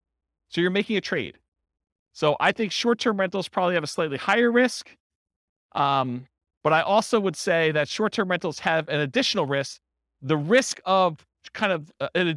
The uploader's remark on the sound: This was a live class recorded